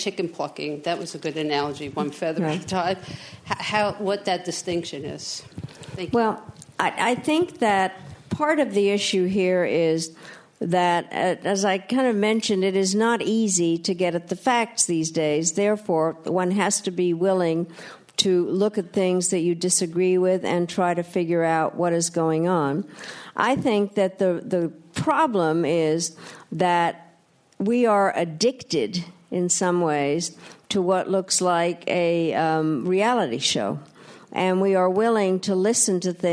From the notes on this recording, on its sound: Inside the Q&A session of RJ Julia's recent live event. At the Yale School of Management.